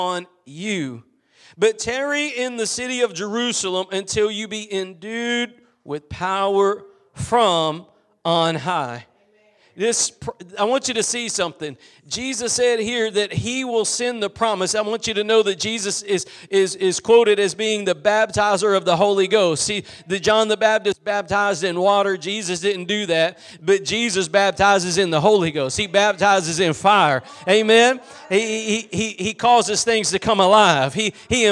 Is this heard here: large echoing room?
yes